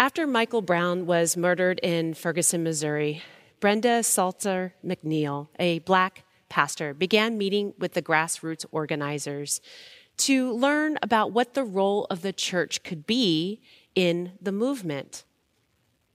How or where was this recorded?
large echoing room